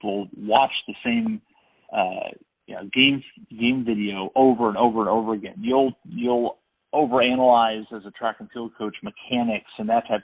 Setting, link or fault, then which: link, phone line